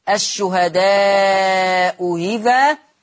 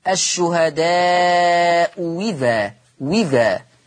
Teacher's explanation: قاعدة بتقول إذا اجتمع همزتان، القاعدة بتقول إذا اجتمع همزتان مختلفتان في الحركة وليس فيهما همزة مفتوحة، فحكم الهمزة الثانية إما التسهيل أو الإبدال واو مكسورة. التسهيل هتبقى الشهداء إذا، والإبدال واو مكسورة الشهداء إذا وذا.